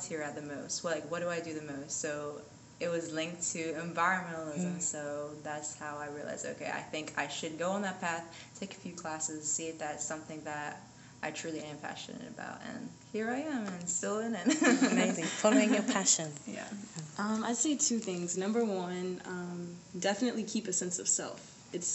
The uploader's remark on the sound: We were speaking together during a break at a Smithsonian conference for Women Environmental Leaders.